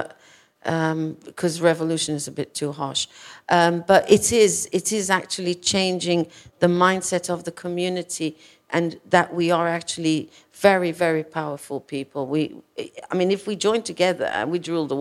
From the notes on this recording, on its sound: Live and Unscripted. The podcast has been recorded over 8 weeks, in front of a live audience at Arcobaleno, an inclusive Queer space, in the heart of Kemptown Brighton. The shows feature a panel of guests. An audience Q&A too.